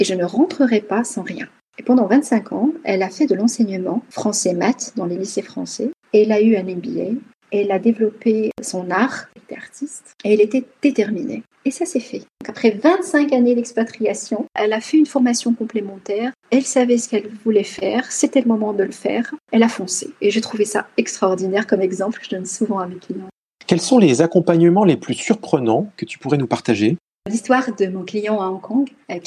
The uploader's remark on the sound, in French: se sont déroulés en visioconférence le 1er avril.